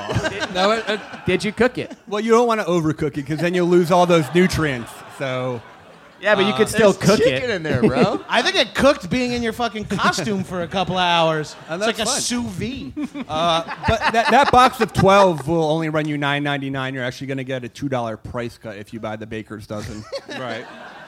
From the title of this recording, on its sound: Live from SXSW